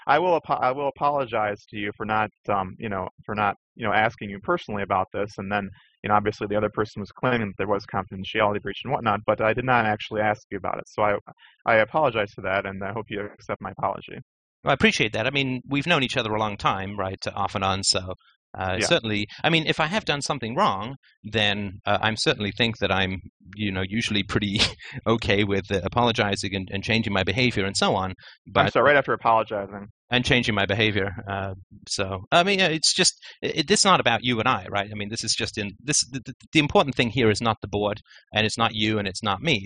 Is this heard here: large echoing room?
no